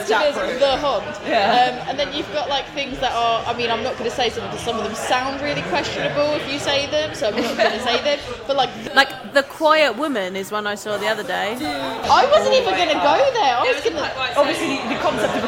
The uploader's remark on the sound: Coversations from the Taproom